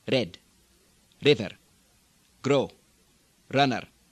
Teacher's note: R, R, not a rolled R like Scottish or Russian does, but a single tapped R where the tongue hits almost with a D